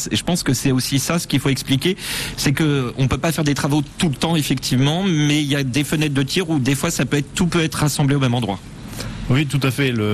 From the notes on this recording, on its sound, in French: Sur la route vers le salon Solutrans, qui se tient à Lyon, nous avons fait une halte sur l'aire de services de Saint-Rambert d'Albon, sur l'A7. Sont allés à votre rencontre et vous avez été nombreux à vous arrêter pour participer à l'émission, en direct.